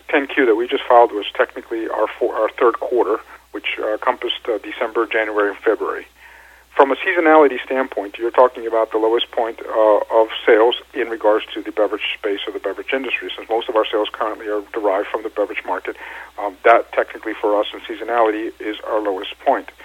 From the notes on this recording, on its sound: called in to SmallCapVoice